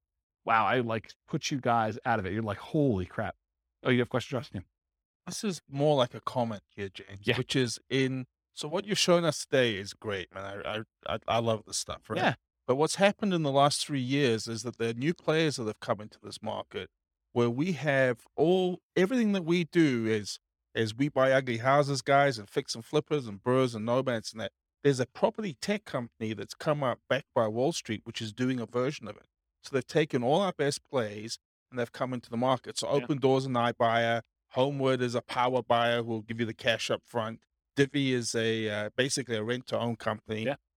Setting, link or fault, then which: setting, live audience